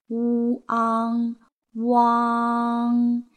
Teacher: 存好心，说好话，做更好的自己。大家好，欢迎来到青年好声音。今天我们一起来学习的还是跟昂有关的韵母。呜昂，汪。这个韵母可以看作是呜和昂的拼合。只要大家掌握了昂的发音要领，那么要发汪，其实是特别简单的。呜，先圆唇，那呜的发音轻，短，然后再发昂，呜，昂，汪。口型由小到开，唇形呢是由圆到展。